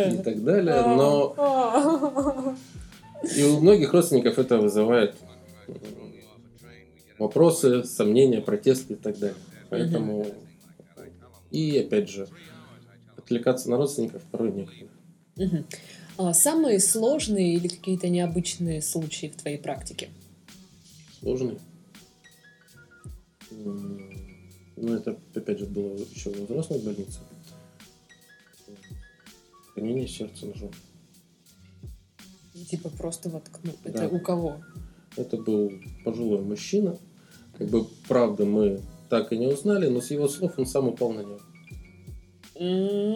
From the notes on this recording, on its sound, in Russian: К сожалению возникли технические неполадки, и запись получилась такая, какая получилась.